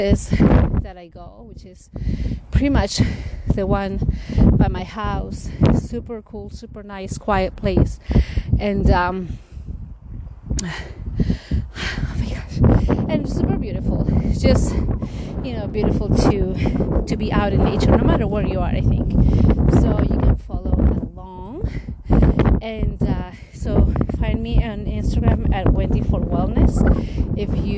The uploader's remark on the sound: I recorded this episode in one of my morning walks. This episode will have some wind and background noise as it got a bit windy in some areas of my hike.